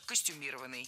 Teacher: Много раз прозвучало слово «костюмированный» с ударением на третьем слоге. И сейчас это верное ударение.